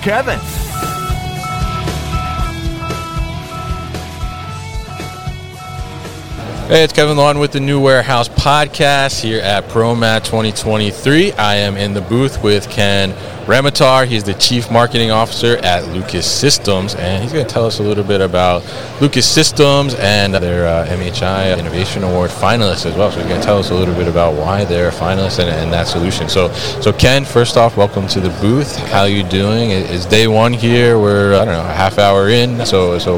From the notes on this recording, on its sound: live from ProMat 2023